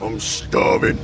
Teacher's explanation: So the G is completely dropped off.